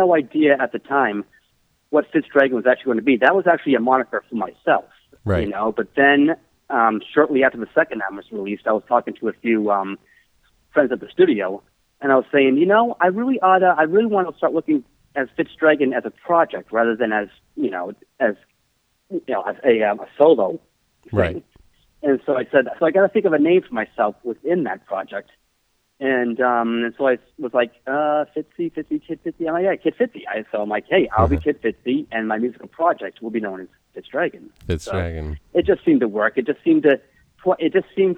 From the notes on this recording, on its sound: We had a phone call chat